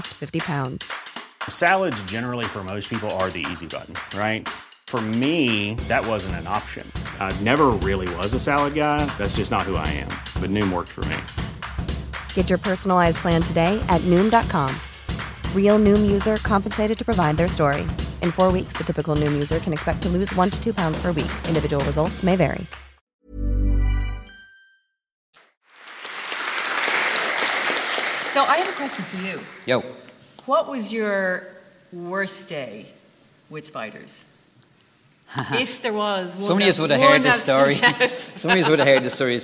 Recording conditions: live audience